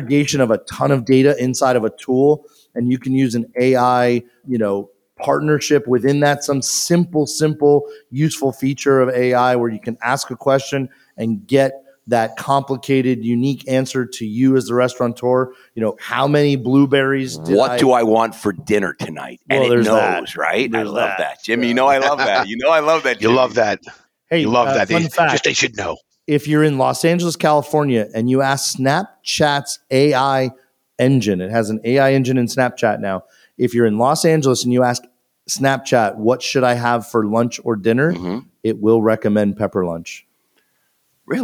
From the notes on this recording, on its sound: Live from the Fast Casual Executive Summit in Louisville Kentucky